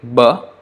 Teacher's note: Voiced unaspirated labial sound. Labial means lip. So it's make with the lip, b, and it is not pa.